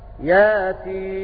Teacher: قرأوا بإمالة الياء فيقرؤون هكذا ياسين بإمالة الياء هكذا